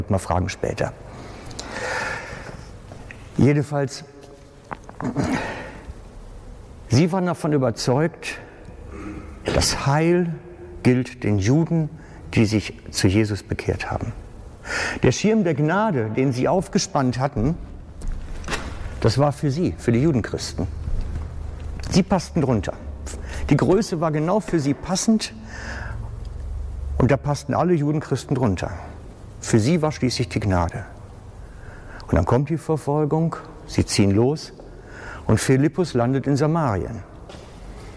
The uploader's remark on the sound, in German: Aufnahme vom Pastorentag der SPM im Juni 2019